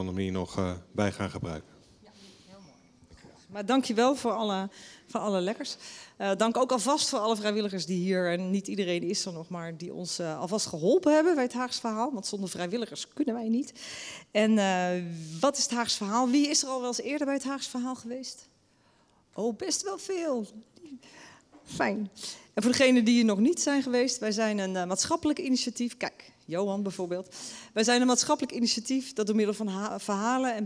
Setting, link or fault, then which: setting, live audience